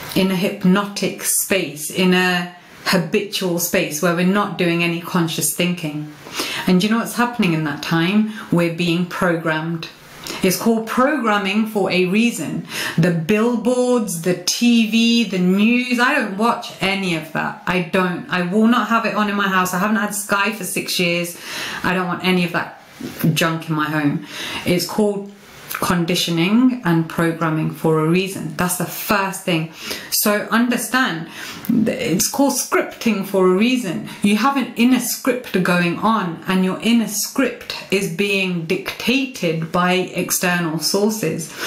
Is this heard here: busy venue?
no